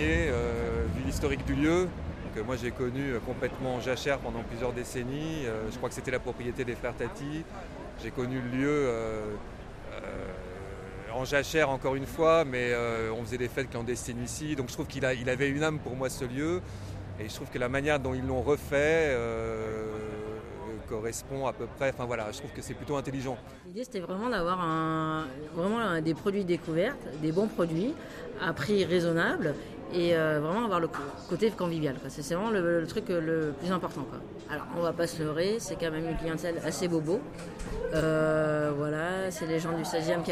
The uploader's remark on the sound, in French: au bar Louxor à Paris